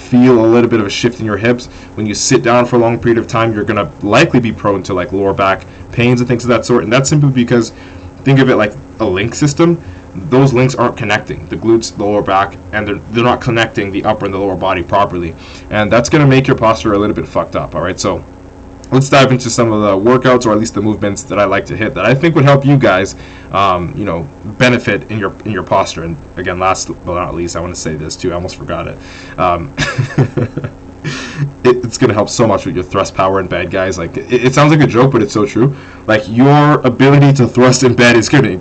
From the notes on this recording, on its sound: AUDIO RENDERING ERROR* the issue has been solved! This episode does not have the best audio quality.